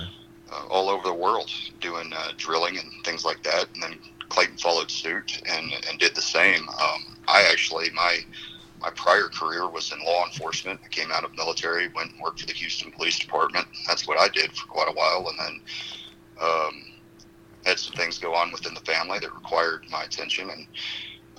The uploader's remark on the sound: The phone interview starts out with the three discussing how it took several months to make this interview happen.